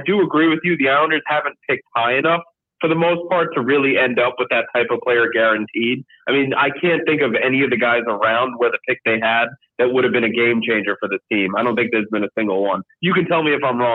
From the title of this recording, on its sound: Islanders Never Say Die Podcast Call-in Show